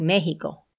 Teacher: The letter X is also pronounced like a soft H, except again in Costa Rica, making Mexico sound like Mexico.